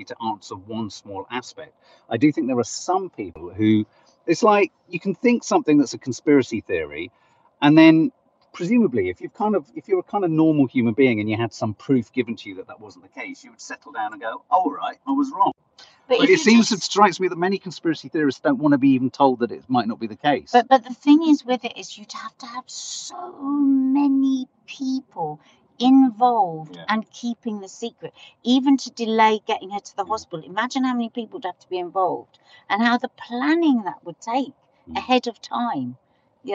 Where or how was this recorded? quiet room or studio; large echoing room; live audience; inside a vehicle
inside a vehicle